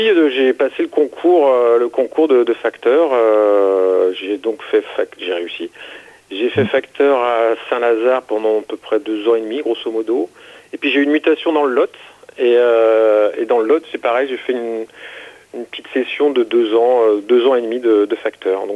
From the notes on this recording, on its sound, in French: qui reçoit par téléphone le dessinateur